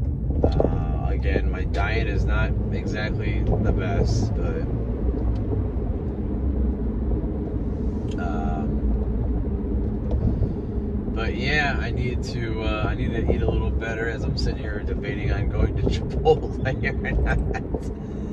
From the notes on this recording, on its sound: First driving episode via [VIDEO]. I decided to try doing some driving episodes with video!